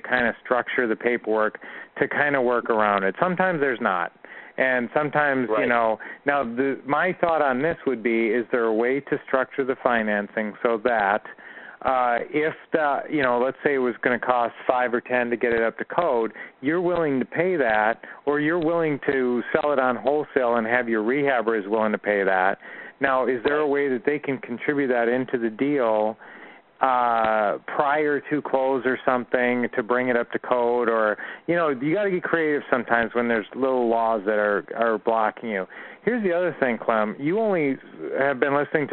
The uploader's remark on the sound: Q&A Call 2016-05-09